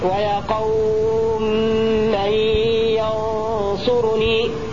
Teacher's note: أدغم السوسي الميم الأولى في الميم الثانية · Term: الإدغام